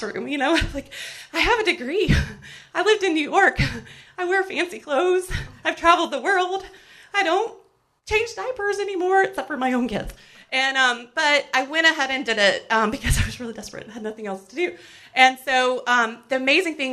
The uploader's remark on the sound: Recorded live at Amurica in Memphis, TN.